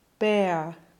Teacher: There are some situations where we pronounce the R as a schwa, creating a diphthong, as in the word bear.